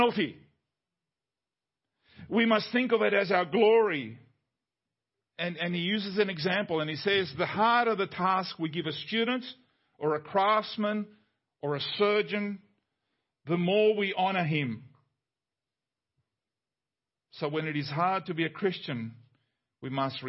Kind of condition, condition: setting, large echoing room